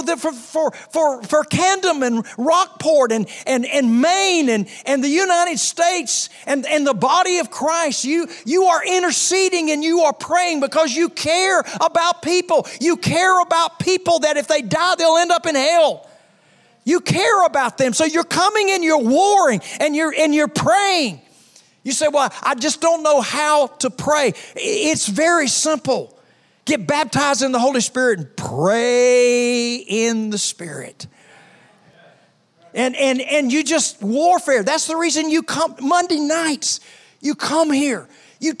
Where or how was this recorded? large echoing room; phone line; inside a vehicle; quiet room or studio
large echoing room